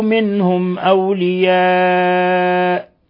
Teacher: منهم نون ساكنة جاء بعد الهاء إظهار حلقي، ثم ميم ساكنة جاء بعد الهمزة إظهار شفوي، ثم أولياء مد متصل يمد من 4 إلى 5 حركات. وإذا وقفنا عليه بما أنه همز متطرف فنقف عليه، يجوز أن نقف عليه لحفص ب6 حركات.